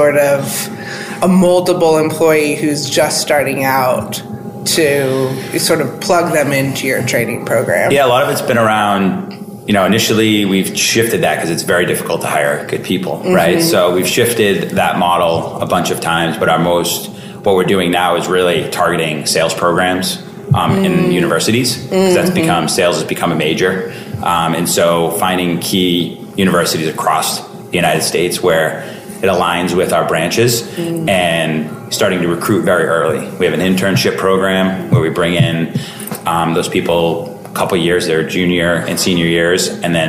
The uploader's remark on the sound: recorded at this year’s [Bullhorn Engage]